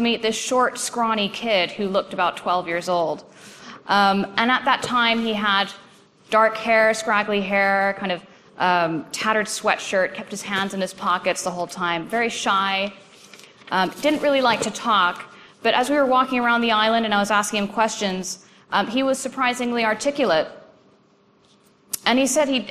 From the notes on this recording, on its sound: presentation from AusCERT's 2013 conference.